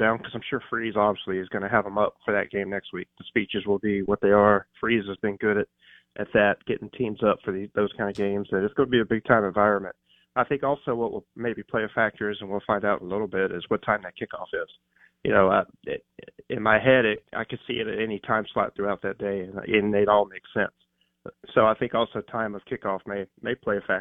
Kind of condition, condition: link, phone line